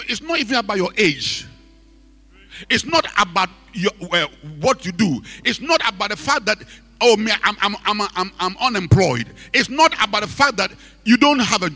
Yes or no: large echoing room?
yes